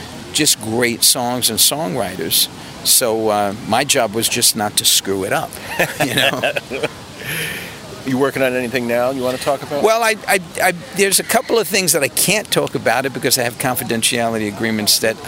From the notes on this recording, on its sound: In New York City. We are taking a walk at Greenwich Village in Washington Square Park.